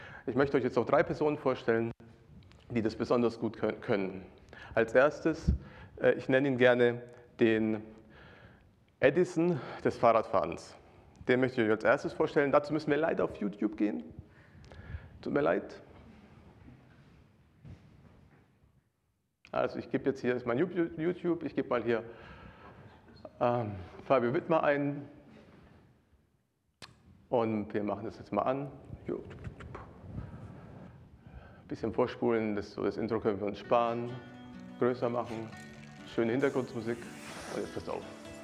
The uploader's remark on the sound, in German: Predigt aus dem Gottesdienst